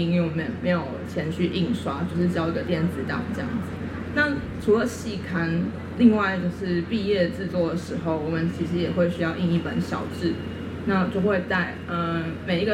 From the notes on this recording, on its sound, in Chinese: 本單元為南方家園小客廳與逗點學校聯合制播，也是首次以「Live Podcast」的形式在2023年讀字公民市集上錄音。